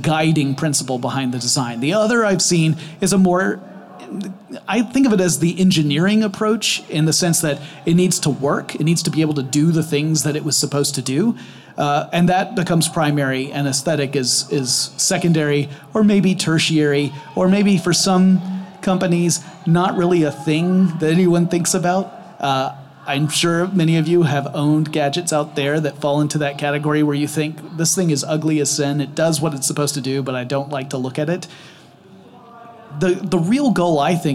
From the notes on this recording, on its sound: Live from inside a Mazda CX-30 at the Los Angeles Auto Show